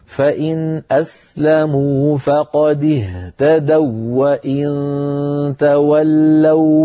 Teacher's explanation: فلا بد من إدغام الواو في الواو، ويكون حينئذ النطق هكذا: فإن أسلموا فقد اهتدوا وإن تولوا فإنما فقد اهتدوا.